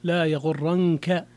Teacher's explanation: أما رويس فخفف النون